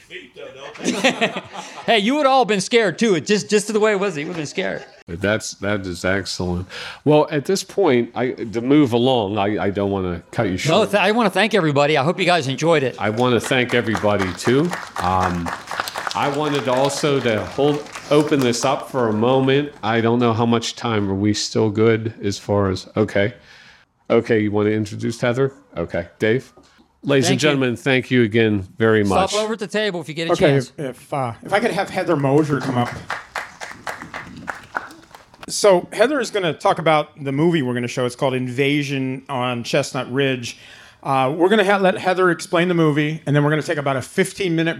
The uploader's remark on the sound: We go on-location to New Galilee, Pennsylvania to cover the 2021 Pig Lady of Cannelton Fall Folklore Festival. Recorded before a live audience. At the community fair grounds in New Galilee, Pennsylvania.